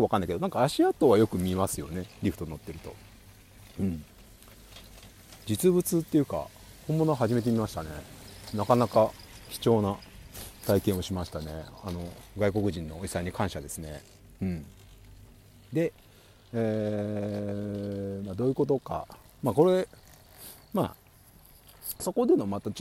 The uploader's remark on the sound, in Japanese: ゲレンデトーーク＠白馬乗鞍温泉スキー場 大好きなスノーボードをしながら、音声収録してみました。